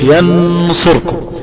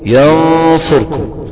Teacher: إن ينصركم هتجيب غنة، لسانك مستعلي · Shown in: second take